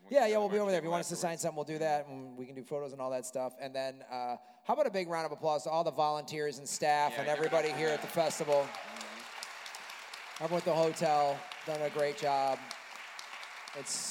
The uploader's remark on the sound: Live From LA Podfest. Recorded in front of a live audience at the 2017 LA Podcast Festival.